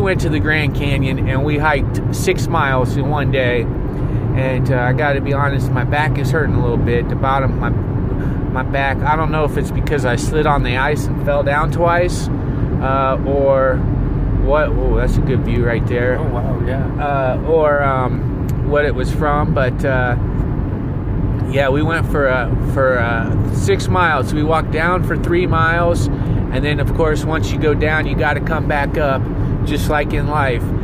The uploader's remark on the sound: Driving Back From Grand Canyon